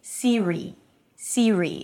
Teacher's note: So it's an S sound going to a high E. So pull the lips and push the tongue forward. The body of the tongue almost touches the upper palate.